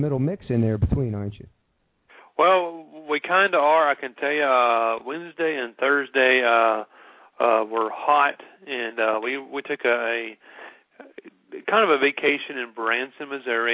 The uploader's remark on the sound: We even got a surprise call-in